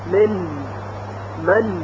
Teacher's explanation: وقتی میگوییم نون اظهار میشه، یعنی طرف اللسان که میدانید سر زبان هست به لثه دندانهای ثنایای بالا برخورد میکنه و حرف نون تلفظ میشه من من، یعنی غنه زیادی در تلفظ نون شنیده نمیشه بدون غنه اضافی، یعنی اگر بگوییم من غلط هست، اشتباهه.